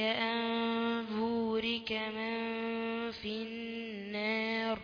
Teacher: حولنا النون الساكنة لميم مخفاة مع الغنة · Term: إخفاء